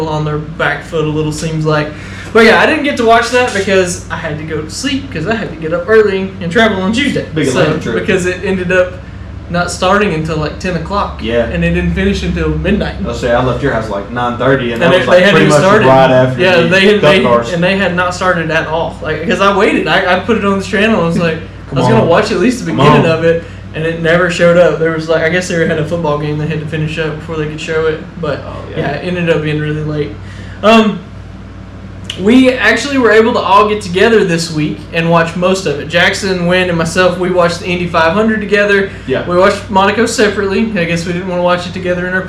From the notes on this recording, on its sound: Ignore the terrible sound quality